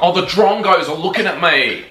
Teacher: he's made the long E vowel sound a bit more like a diphthong, like A, looking at May instead of looking at me.